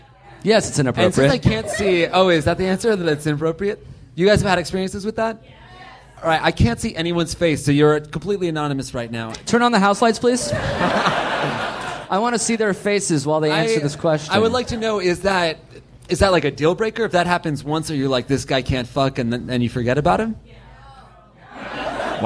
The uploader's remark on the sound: Live at the Hollywood Improv!